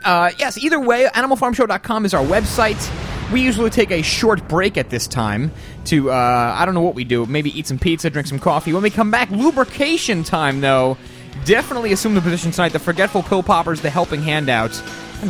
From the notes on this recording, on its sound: Live coverage from the G-20 conferences in Pittsburg